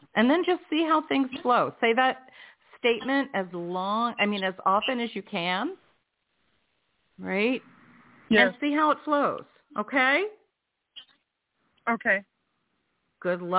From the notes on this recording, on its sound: in response to callers' questions